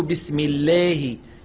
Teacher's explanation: ومن التأثر بالعامية ما نسمعه من تقليل الألفات أي إمالتها إمالة صغرى نحو بسم الله.